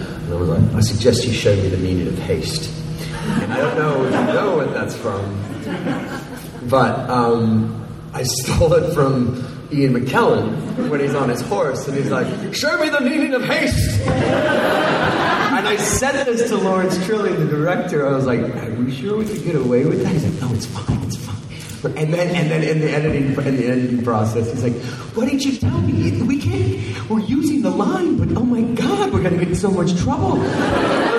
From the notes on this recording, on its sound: Exclusive fan panel from Houston Comicpalooza.